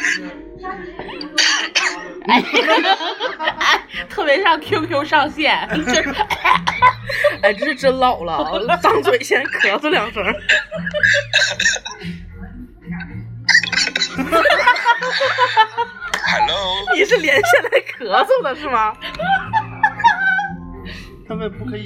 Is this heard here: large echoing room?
no